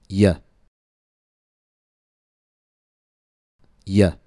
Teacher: Y is the same tongue position as the vowel E, but it's E in motion. Again, Y is basically E in motion.